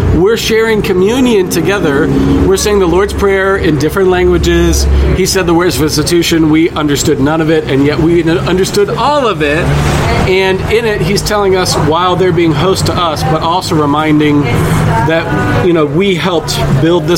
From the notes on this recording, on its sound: Live from Costa Rica! A live podcast on the streets of San Jose, Costa Rica.